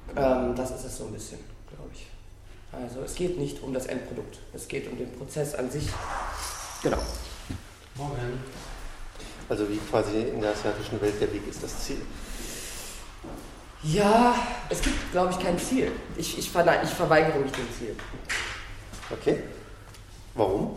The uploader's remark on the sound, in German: Das Interview wurde im Foyer des Theaters geführt und dementsprechend einige Hintergrundgeräusche.